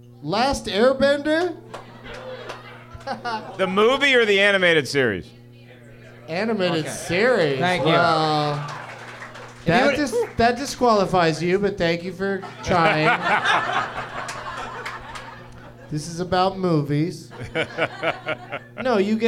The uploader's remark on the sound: Live from the American Comedy Company in San Diego